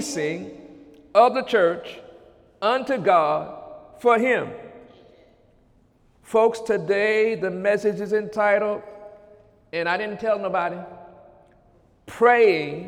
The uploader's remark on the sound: During Sunday morning service on May 21, 2017